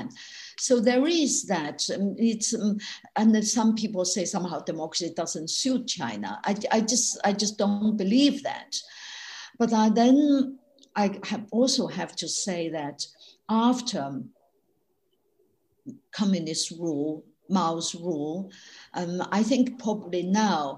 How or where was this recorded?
video call